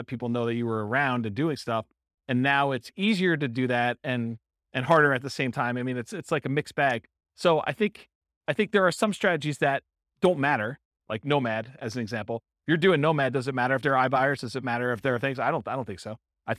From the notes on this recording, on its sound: Real estate entrepreneurs in Richardson, Texas. This was a live class recorded. Live in-person version.